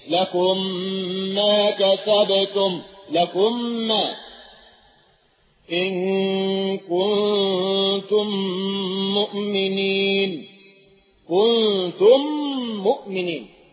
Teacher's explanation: إذا وقعت الميم الساكنة بعدها ميم أختها وجب الإضغام · Term: إضغام مثلين صغير